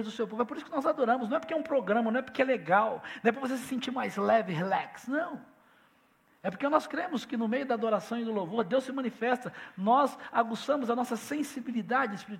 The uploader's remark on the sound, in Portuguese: Celebração ao vivo